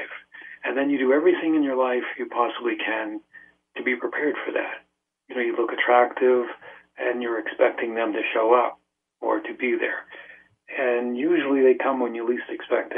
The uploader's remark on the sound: field phone calls from listeners